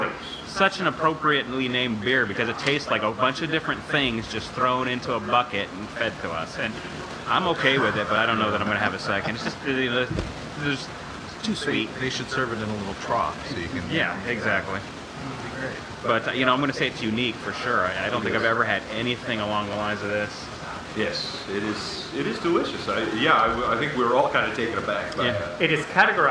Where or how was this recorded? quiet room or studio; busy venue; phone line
busy venue